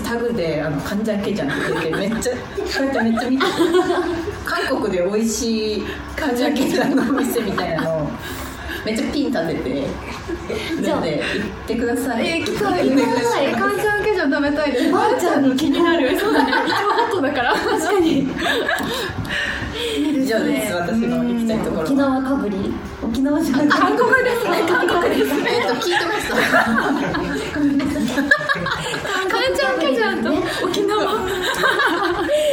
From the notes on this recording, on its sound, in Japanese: 番組初の公開収録が開催されました！